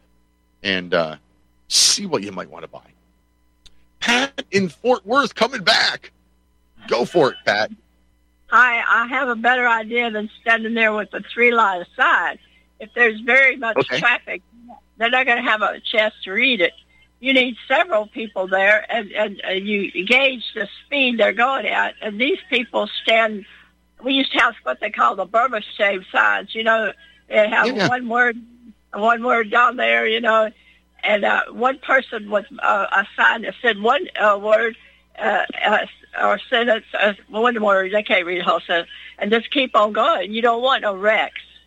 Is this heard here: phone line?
yes